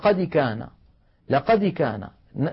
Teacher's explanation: الدال تميل إلى الكسر ميلا واضحا · Term: القلقلة